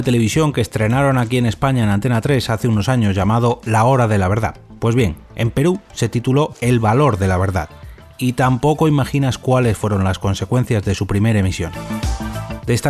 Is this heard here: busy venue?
no